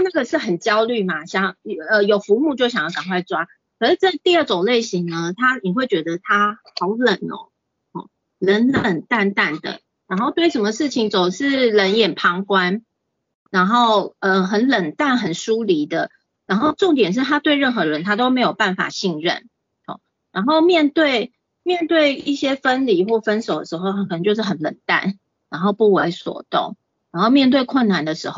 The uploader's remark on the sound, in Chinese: 此為線上課程錄音檔！